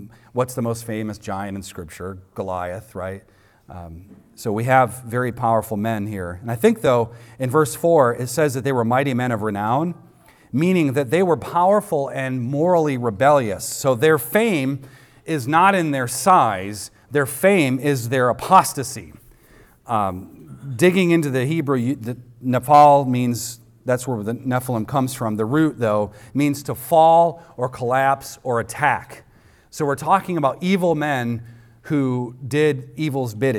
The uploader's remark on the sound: recorded on Sunday, March 19th, 2023, at the weekly worship gathering of Cross & Crown Church